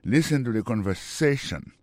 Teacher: Mot conversation, accent tombé sur avant-dernier syllabe là.